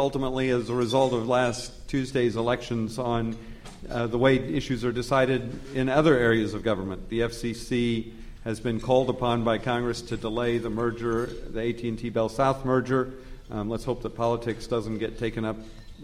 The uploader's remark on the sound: The Federalist Society's Telecommunications Practice Group presented this panel discussion at the 2006 Annual National Lawyers Convention.